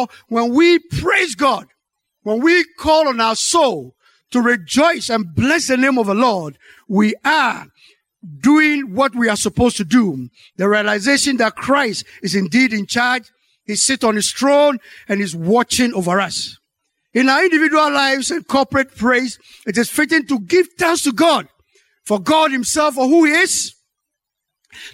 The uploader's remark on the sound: Sermon preached at Calvary Baptist Church.